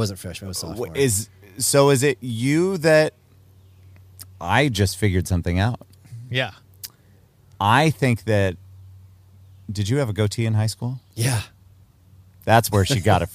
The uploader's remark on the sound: Don't Record Outside On A Weekend.